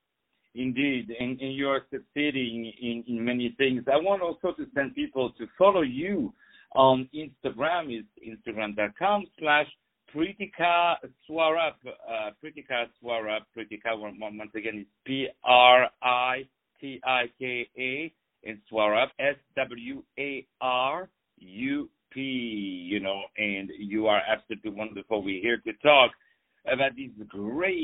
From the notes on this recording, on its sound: On the phone